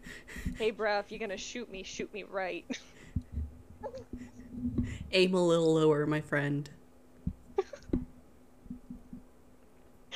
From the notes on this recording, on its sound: Pardon the background noises.